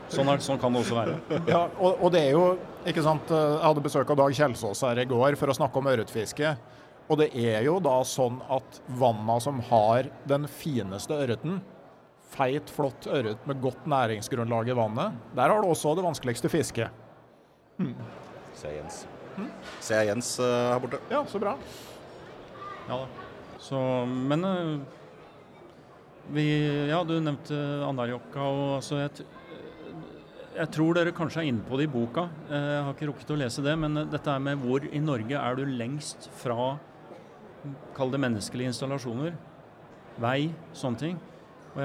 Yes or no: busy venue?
yes